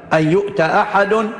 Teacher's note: قراءة لابن كثير يحقق الهمزة الأولى ويسهل الهمزة الثانية بالتشفيع، والباقون يقرؤونها بهمزة واحدة فقط.